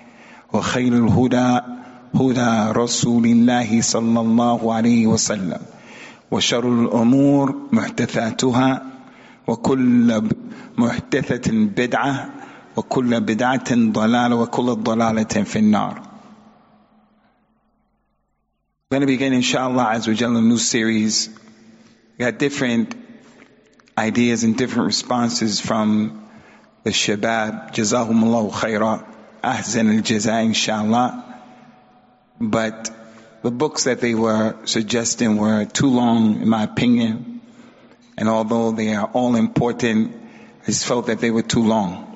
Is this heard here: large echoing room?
yes